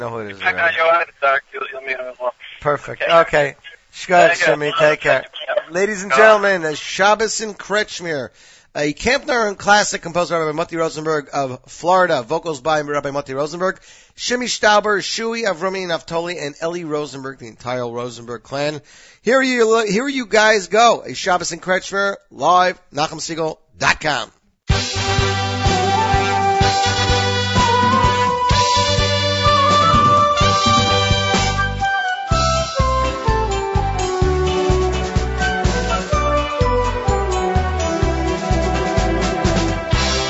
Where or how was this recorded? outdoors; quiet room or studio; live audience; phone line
phone line